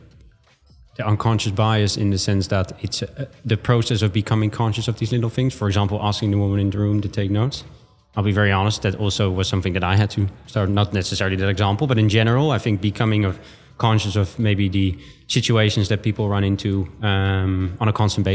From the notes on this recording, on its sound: coming live from Money20/20 Europe